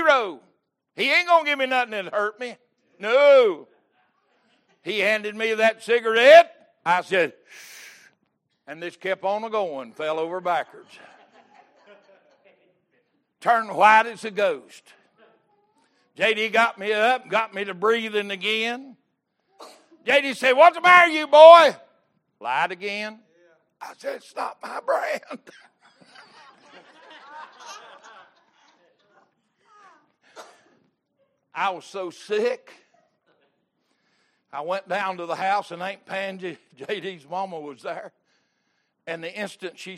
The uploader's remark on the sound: Recorded August 7, 2022 - Sunday Morning Service